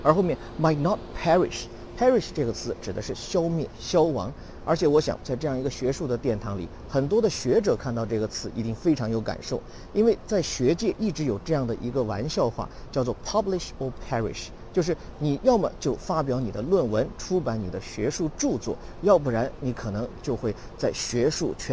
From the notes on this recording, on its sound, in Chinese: 在耶鲁大学校园现场录制的视频课程。